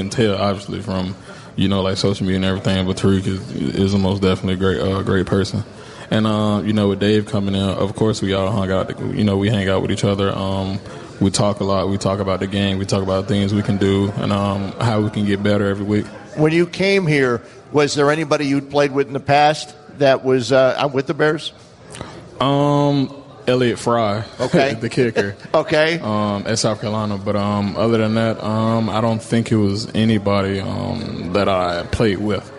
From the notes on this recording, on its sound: LIVE from Bannerman's Sports Grill